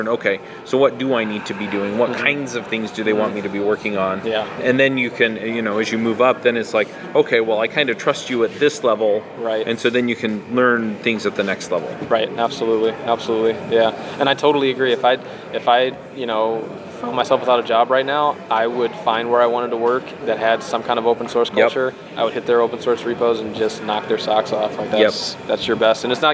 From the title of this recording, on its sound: React Round Up at JAMstack Conf SF 2019